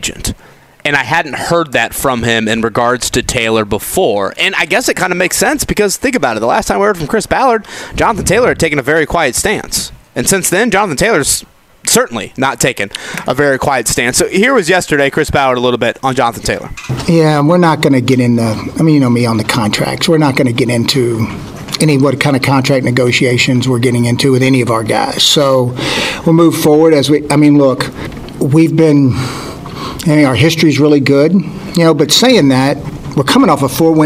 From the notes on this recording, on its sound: Join us at Colts Camp. Joins us at Colts camp.